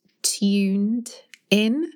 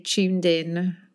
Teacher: people tend to say this TU sound more as a ch · Shown in: second take · so we say tuned in.